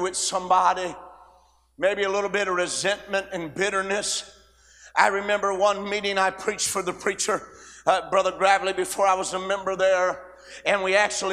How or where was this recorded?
large echoing room